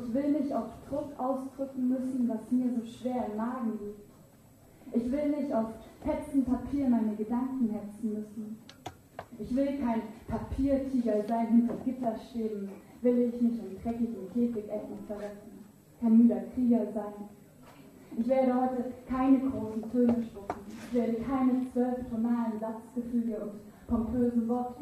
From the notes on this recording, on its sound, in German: Aufnahme von der Leipziger Buchmesse, live